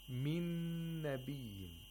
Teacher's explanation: The first Nun is disregarded. The second Nun is pronounced mushaddad. With Tashdeed. · Term: Idgham